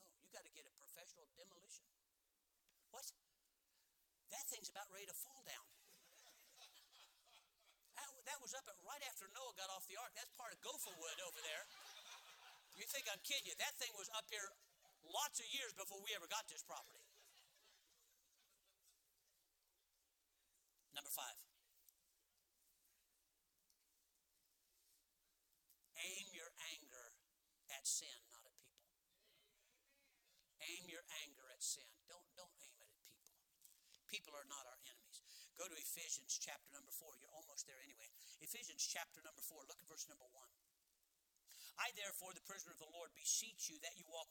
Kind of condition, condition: setting, large echoing room